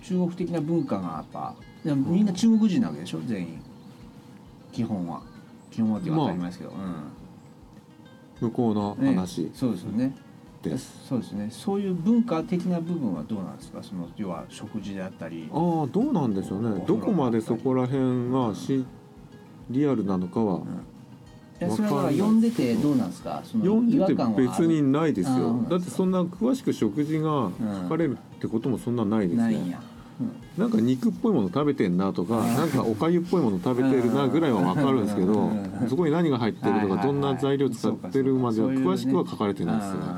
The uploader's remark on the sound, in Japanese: 収録時は金沢でキングダム展やってたんですが。今回も雑音多くてすみません。